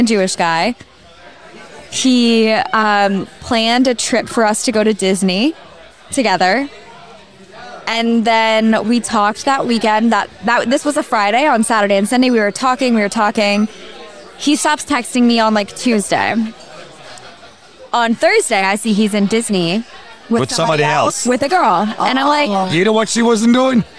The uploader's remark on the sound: Recorded at American Social Las Olas